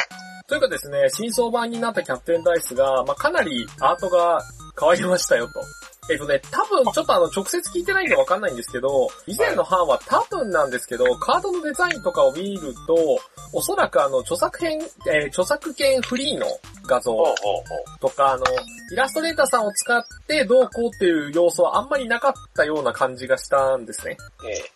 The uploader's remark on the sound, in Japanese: 深夜のテンションで喋っているので。ボドオレ初のスカイプ収録となります。一部音質が悪かったりもしますがご容赦ください。